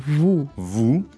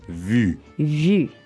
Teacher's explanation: it kind of might sound like the first and last words are the same, but they're not. The first one is more open.